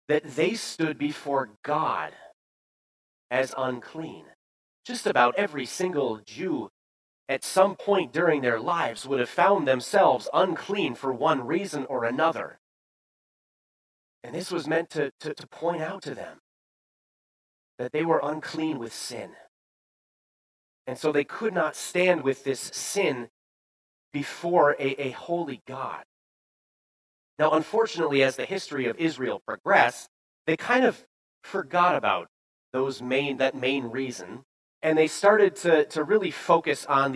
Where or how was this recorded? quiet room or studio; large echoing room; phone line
large echoing room